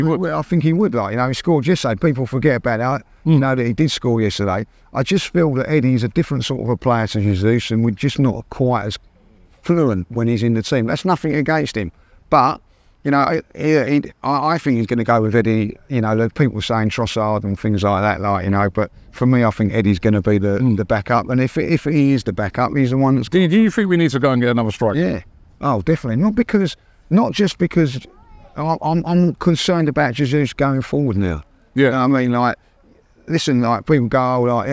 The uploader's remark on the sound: Special Live From Arsene Wenger Statue Unveiling!